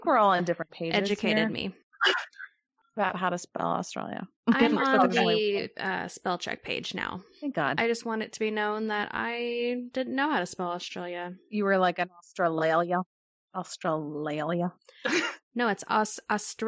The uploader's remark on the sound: We also attempt to remote podcast so forgive us for any WiFi issues!